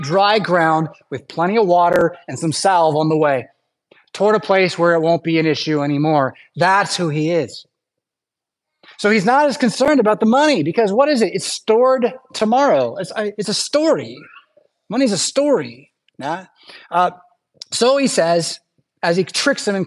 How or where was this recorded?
large echoing room